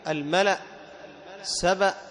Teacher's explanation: فهذه الهمزة، همزة القطع، هي موصوفة بالشدة والجهر. بالشدة لا يجري معها الصوت، وبالجهر لا يجري معها النفس، وهي أبعد الحروف مخرجا.